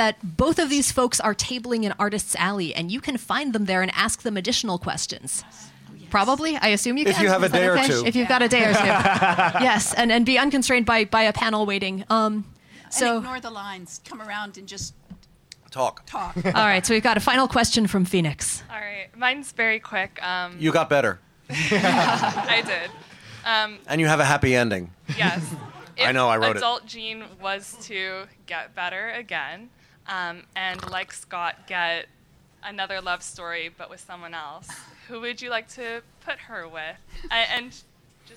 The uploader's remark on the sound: Live at NYCC. Our first-ever live show on the East coast!